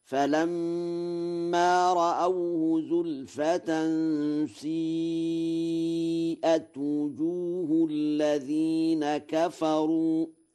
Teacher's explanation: قوله تعالى: فلما رأوه زلفة سيئت وجوه الذين كفروا، قرأ ورش سيئت بإشمام الكسرة الضم مزجا بين الحركتين، فمن أشم أراد أن يبقي في الفعل ما يدل على أنه مبني للمفعول لا للفاعل، ففيها إتباعا للأثر وجمعا بين اللغتين، فيقرأ هكذا: فلما رأوه زلفة سيئت وجوه الذين كفروا.